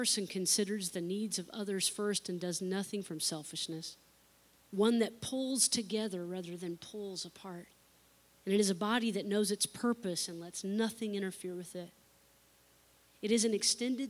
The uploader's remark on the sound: unedited recording of the service